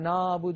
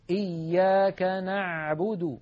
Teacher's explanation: نعبد أريد أن أنبهكم على شيء: العين التي اعتدنا في أكثر العاميات المعاصرة أن ننطقها هي أعلى من العين الفصيحة. العين الفصيحة أعمق بقليل من العين التي اعتدنا أن ننطقها بالعاميات · Shown in: second take · يعني مثلا كثيرا ما نسمع إياك نعبد نعبد يعني الصوت إيش هذا نعبد، لابد من أن نعمقه، إياك نعبد هكذا العين الفصيحة.